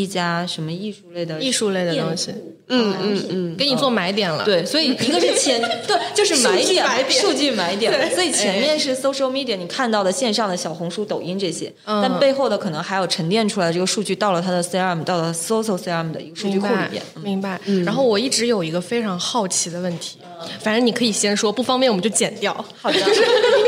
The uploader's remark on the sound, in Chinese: 滴，欢迎接收来自上海外滩BFC地下一层的声音！来到位于上海BFC外滩金融中心的小宇宙专属录音室。在BFC地下一层餐厅旁边录音：临场感满分！